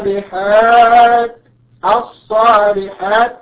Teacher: لاحظ ان اللام مضغمه، مضغمه يعني غير ظاهره